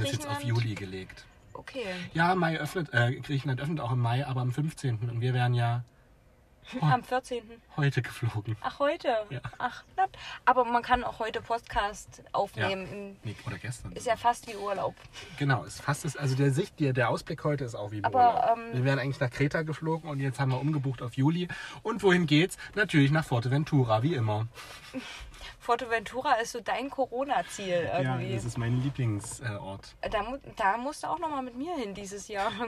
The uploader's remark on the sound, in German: Die heutige Folge haben wir mit einem kühlen Drink, während die Sonne langsam unterging, im Auto aufgenommen